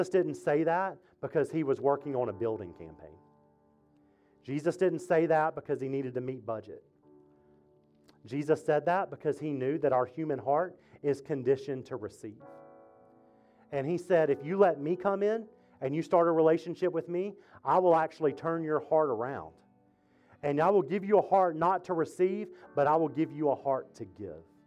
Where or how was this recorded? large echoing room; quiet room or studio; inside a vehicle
large echoing room